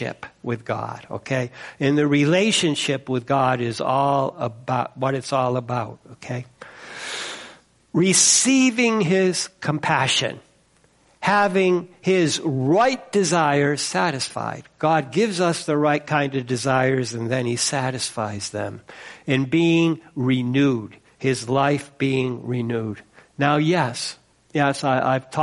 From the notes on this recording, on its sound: First Congregational Church of Clinton, MA -- Service